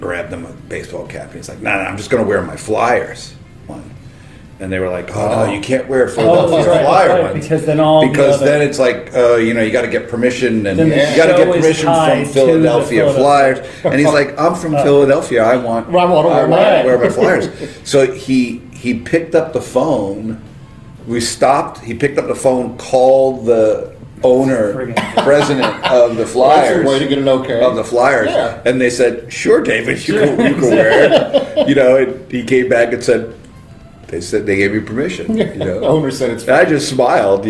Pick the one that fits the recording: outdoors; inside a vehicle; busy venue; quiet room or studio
busy venue